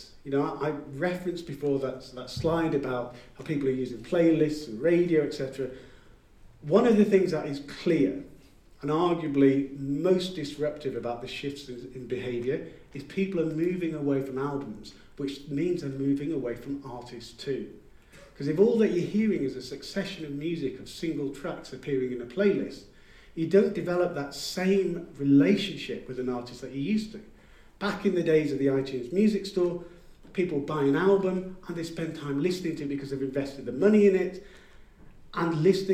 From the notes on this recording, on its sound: Midem Keynote. Keynote address, recorded earlier today in Cannes!